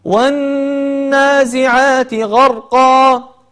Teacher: النون مشددة فحكمها أنها يجب أن تغن بمقدار حركتين